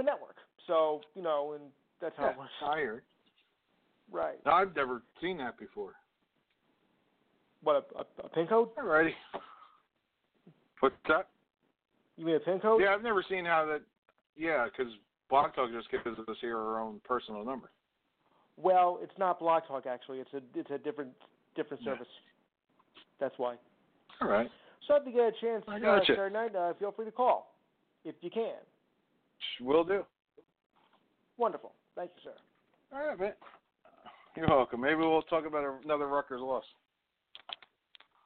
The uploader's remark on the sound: your phone calls